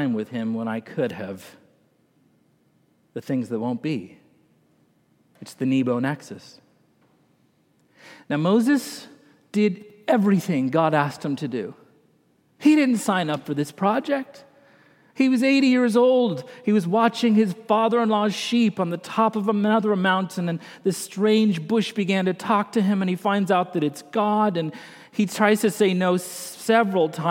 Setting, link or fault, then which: setting, large echoing room